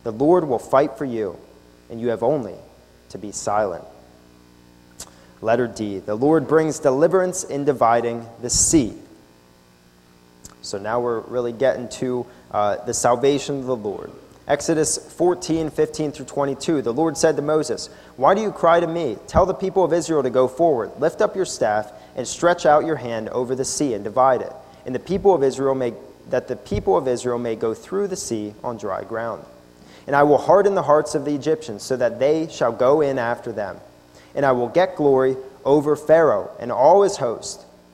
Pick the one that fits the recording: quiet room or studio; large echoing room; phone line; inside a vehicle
large echoing room